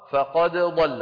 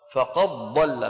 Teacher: بيدغم الدال في الضاد · Shown in: second take · Term: إدغام الدال في الضاد